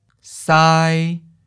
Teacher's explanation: First tone, high flat